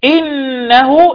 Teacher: النون فيها غنة، حرف غنة مشدد بتغني بمقدار حركتين، أو بزمن حرفين. إنه كان عندي هاء الكناية أو هاء الضمير وقعت ما بين متحركين فيها الصلة الصغرى، إنه كان توابا.